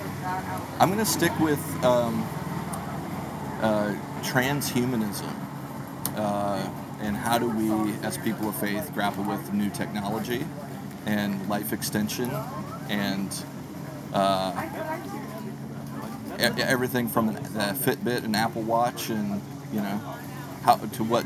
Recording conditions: background noise